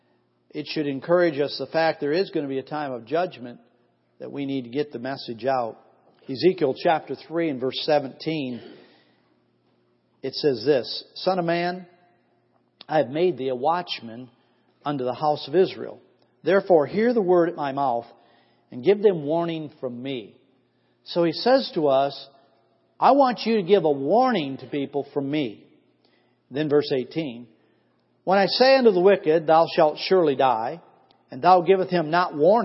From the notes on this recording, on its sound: Missions Conference 2014 Sunday AM Service